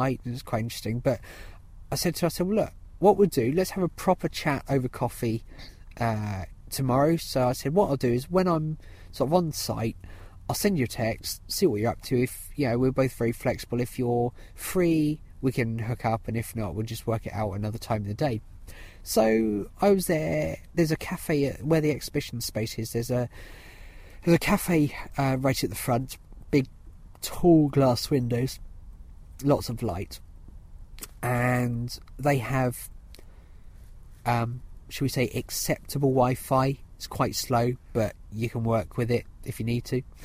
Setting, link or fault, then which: setting, outdoors